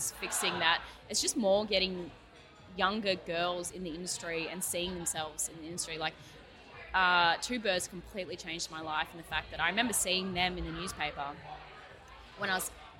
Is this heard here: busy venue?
yes